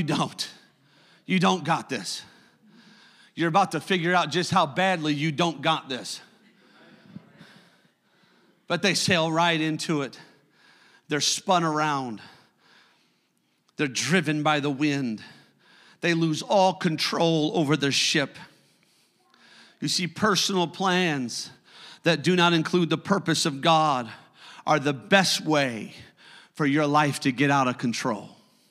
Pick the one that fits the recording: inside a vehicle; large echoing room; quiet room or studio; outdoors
large echoing room